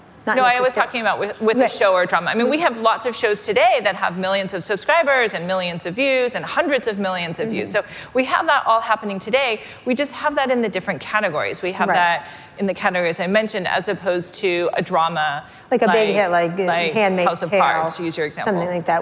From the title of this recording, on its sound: Live at Code Media 2018